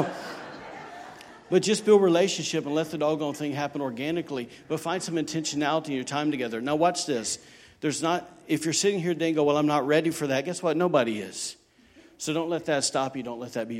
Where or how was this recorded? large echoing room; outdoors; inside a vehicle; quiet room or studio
large echoing room